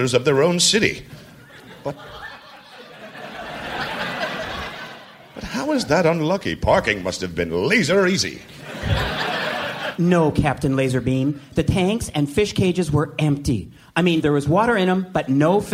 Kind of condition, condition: setting, live audience